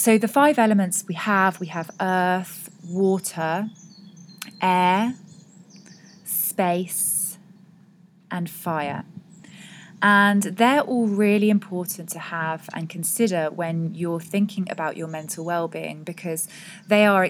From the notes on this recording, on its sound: recorded this outside so you can hear nature no matter where you are